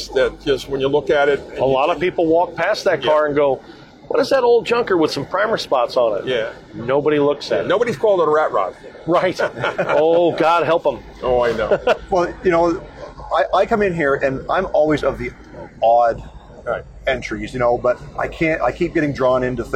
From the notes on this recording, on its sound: LIVE From The Racing Junk Booth. LIVE from the SEMA floor. A HUGE THANKS to Racing Junk for hosting the Get Out N Drive Podcast in their booth!